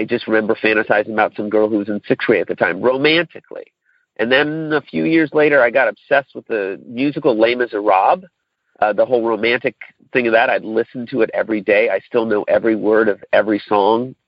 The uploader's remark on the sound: Monday Noon Phone Speaker Series